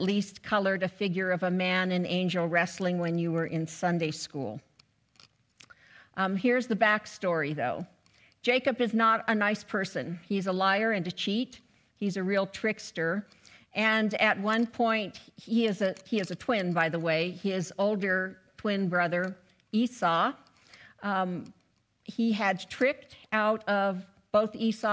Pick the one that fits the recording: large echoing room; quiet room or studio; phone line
large echoing room